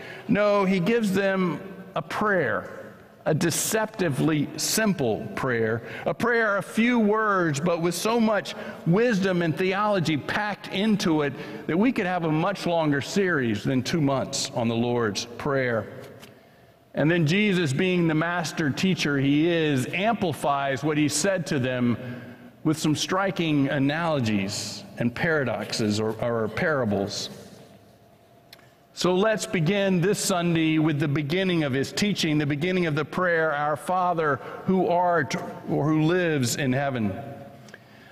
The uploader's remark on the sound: was preached at First Presbyterian Church of Allentown on July 9, 2023.